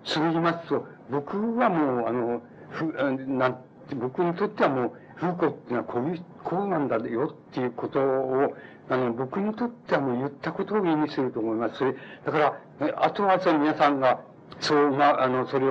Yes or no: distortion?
yes